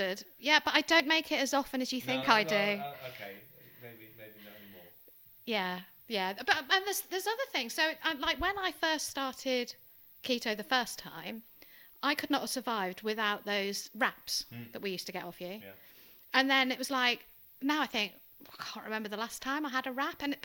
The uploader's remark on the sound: apologies for the unbalanced audio!